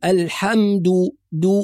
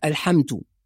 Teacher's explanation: أيضا البعض يحول الدال إلى تاء فيقول الحمد، كأنها من اللحام وهي دال وليست تاء، والدال قريبة جدا في المخرج من التاء · Shown in: first take · Term: نطق الدال الصحيح